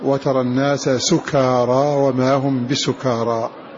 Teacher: بضم السين وفتح الكاف وألف بعدها